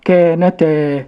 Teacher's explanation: نقف فأقول كانتا بالإثبات، ولكن في الوصل يحذف هذا المد · Term: المد المحذوف للساكنين